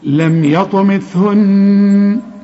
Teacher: والثاء دي طلع لسانك فيها، لم يطمثهن، والنون عند الوقف وعند الوصل لازم تغن.